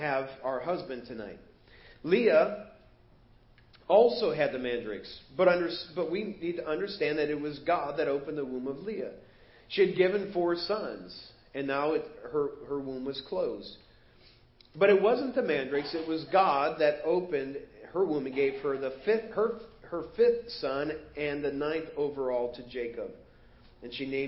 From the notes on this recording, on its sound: Preached at First Baptist Church of Hazel Park